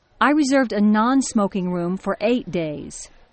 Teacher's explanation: Notice how Ms. Thomas stresses the non in non-smoking and the number 8.